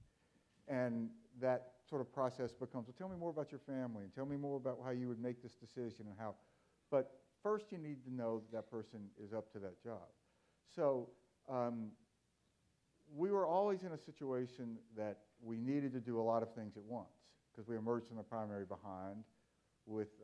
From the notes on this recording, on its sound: Four clips from the documentary that were screened during the Forum. The panel also responded to questions from the audience.